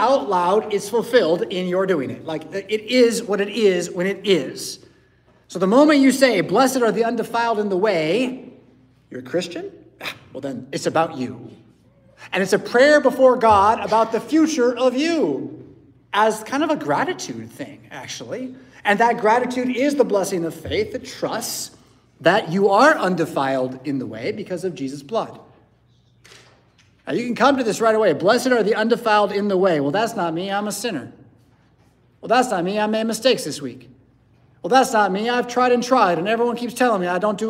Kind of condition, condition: setting, large echoing room